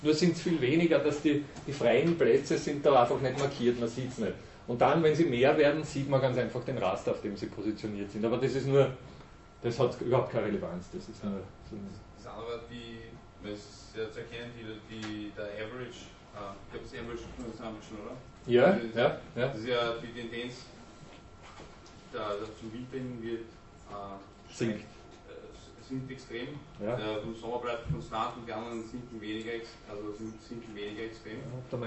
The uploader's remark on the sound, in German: Diese Vorlesung wurde von Studierenden der Uni Wien im Wintersemester 2011 aufgenommen